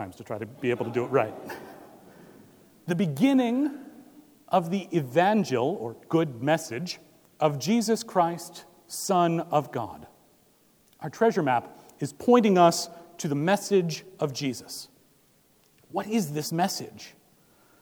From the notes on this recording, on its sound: Recorded December 10, 2017 at Trinity Presbyterian Church in Bixby, Okla.